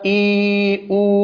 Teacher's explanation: ومخرج حروف المد كما هو مقرر ومعلوم تخرج من الجوف، الجوف اللي هو الخلاء أو الفراغ الذي يكون في الفم والحلق، آئئو، هذا يقال له حرف مد، وهي مجهورة رخوة مستفلة منفتحة لينة، ومخرجها مقدر يعني مكانها غير معلوم